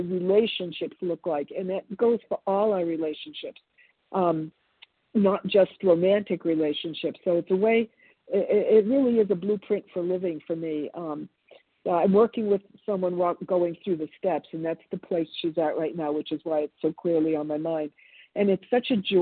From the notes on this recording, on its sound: from the 100 Pounders Phone Meeting